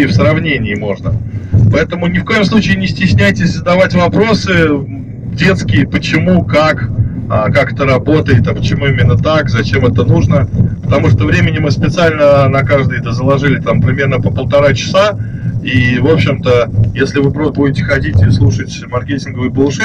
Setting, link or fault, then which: fault, poor sound quality